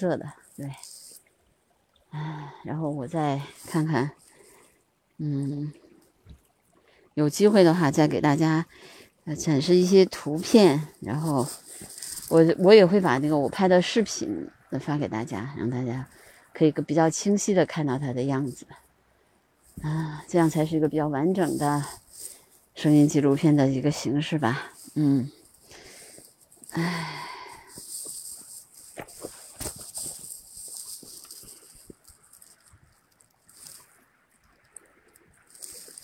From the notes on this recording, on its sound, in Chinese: 我们在房山拒马河拍摄红翅旋壁雀的现场录音。群鸟齐聚拒马河。